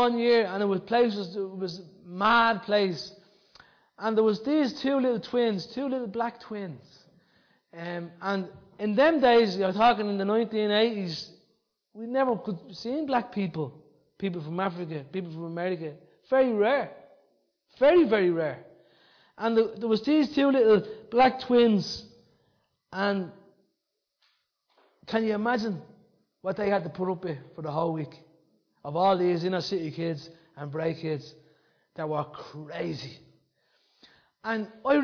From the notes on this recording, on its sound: Recorded live in Liberty Church in 2019